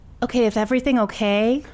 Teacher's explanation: it's a combination of vocal fry, valley girl, lisp